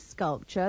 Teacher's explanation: Pay attention to the pronunciation of the T-U-R-E in sculpture. It is like the T-C-H of watch with a schwa on the end.